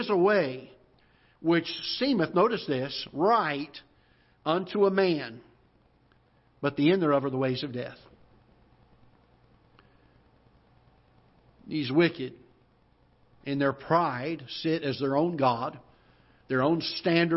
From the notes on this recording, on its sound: Ketha Heights Baptist Church ~ Live Broadcast.